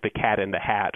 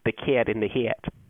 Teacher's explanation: In the Northern Cities vowel shift, this short A vowel comes to be pronounced with the tongue quite high in the mouth · Shown in: second take · so that it sounds a lot more like the vowel in the word idea.